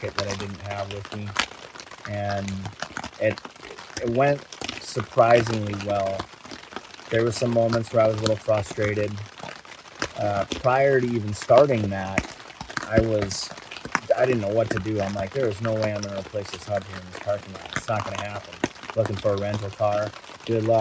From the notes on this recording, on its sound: On location in the Boundary Waters Canoe Area Wilderness of Minnesota. On a recent solo canoe trip, shortly after a severe thunderstorm rolled through.